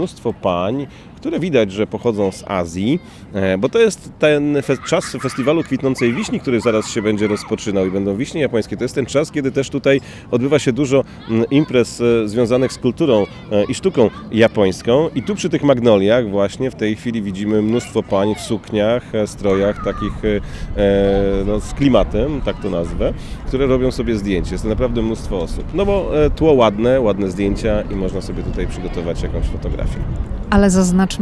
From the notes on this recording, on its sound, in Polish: Odcinek nagrany na ulicach Waszyngtonu: zaczynamy w dzielnicy Foggy Bottom, idziemy pod Biały Dom, następnie do Monumentu Waszyngtona, potem Tidal Basin i kończymy w Smithsonian Gardens.